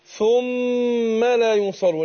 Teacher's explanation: الميم مشددة بتاخد غنة حركتين. غنة نعم.